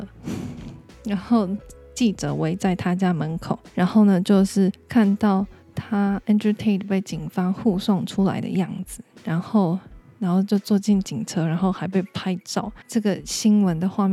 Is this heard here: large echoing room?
no